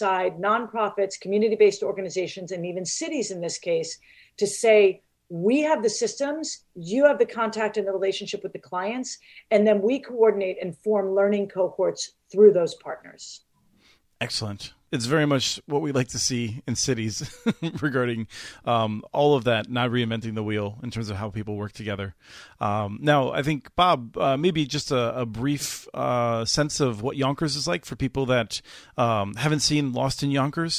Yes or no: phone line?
no